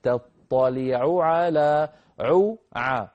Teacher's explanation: يوجد حرف العين مكررا متتاليا تطلع على عو ع، فنبين العين الأولى من العين الثانية